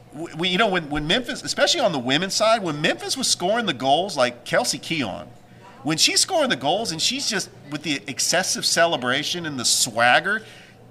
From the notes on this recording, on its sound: Live from Ivy Park Sports Bar and Grill